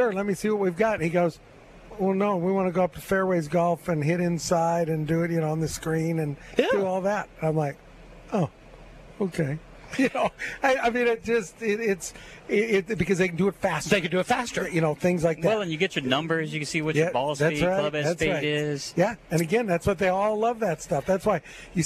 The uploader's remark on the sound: LIVE at Terry Thompson Chevrolet!